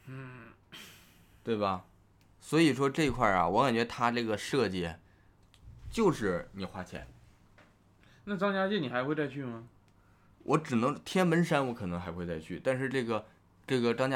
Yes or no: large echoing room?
no